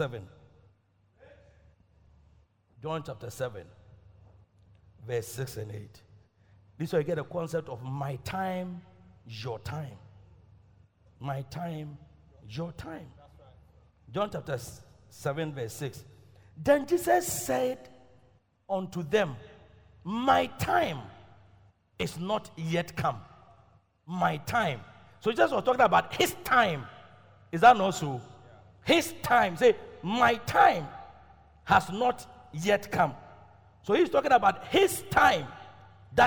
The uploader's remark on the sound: Preached at Loyalty House, Abbey, Dahwenya